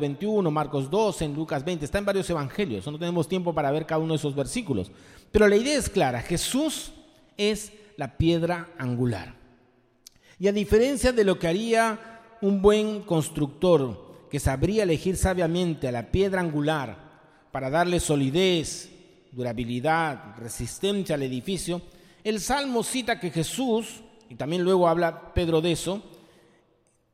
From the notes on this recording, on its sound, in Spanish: Presentado en vivo el domingo 15 de enero de 2023. Mariscal Sucre 317, Barranco.